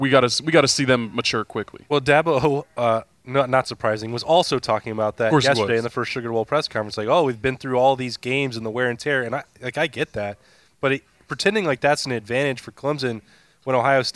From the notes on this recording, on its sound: Lettermen Live hosted by Roosters is back to break it all down. Lettermen Live is hosted by Roosters on Olentangy River Road in Columbus.